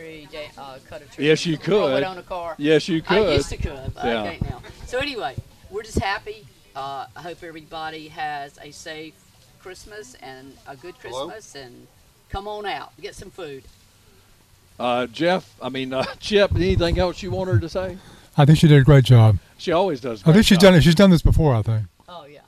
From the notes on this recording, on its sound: broadcasting live from Campbell Road Nursery